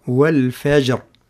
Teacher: نلاحظ أن الجيم هي فيها الشدة وفيها القلقلة، رغم أنها حرف يعني مستفل. نعم، ليست مفخمة، مرقق، هي حرف مرخم مرقق. · الراء يعني هي وقفنا عليها بالسكون. نعم، فتكون مفخمة رغم أنه قبلها حرف ساكن، لكن قبل الحرف الساكن هناك حرف مفتوح وهو الفاء.